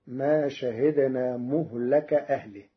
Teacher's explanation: قرأ ورش كلمة مهلك بضم الميم وفتح اللام فتصير ما شهدنا مهلك أهله، على أنه مصدر ميمي من أهلك، أي وجعلنا لإهلاكهم موعدا.